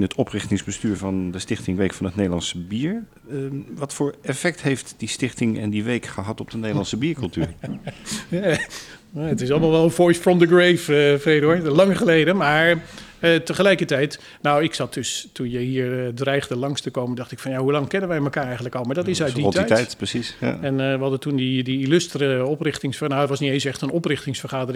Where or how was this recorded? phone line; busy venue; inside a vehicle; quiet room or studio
busy venue